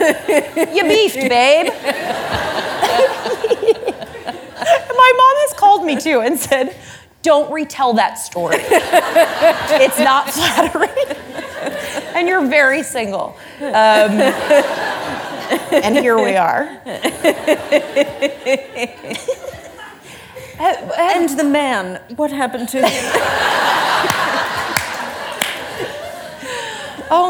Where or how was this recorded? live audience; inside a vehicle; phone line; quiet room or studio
live audience